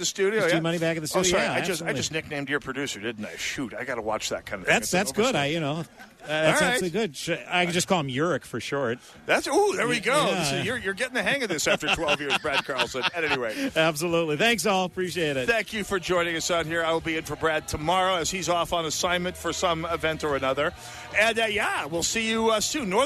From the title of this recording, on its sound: Live From Holes For Heroes